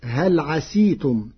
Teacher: قرأ ورش كلمة عسيتم بكسر السين فتصير هل عسيتم، لغة لبعض القبائل.